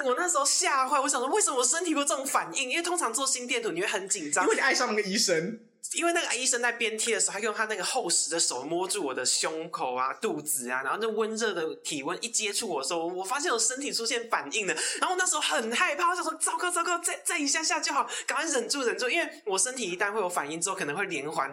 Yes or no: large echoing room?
no